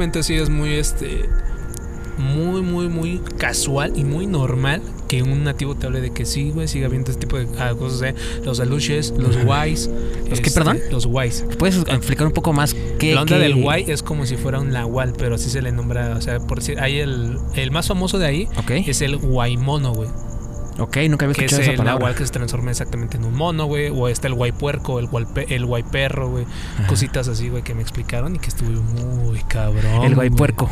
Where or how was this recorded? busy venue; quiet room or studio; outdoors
outdoors